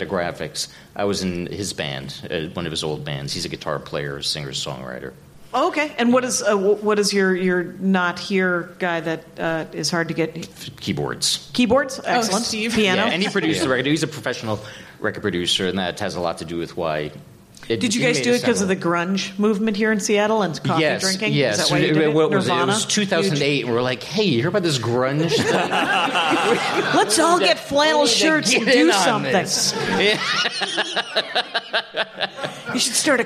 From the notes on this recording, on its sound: This is the second LIVE Dork Forest taped in Seattle, before a live audience.